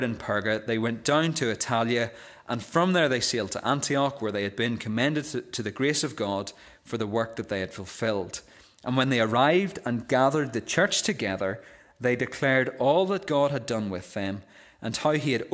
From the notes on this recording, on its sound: This is the recording of the Bible reading and sermon from our evening service on Sunday 29th October 2023. This service marked the close of our Missionary Weekend.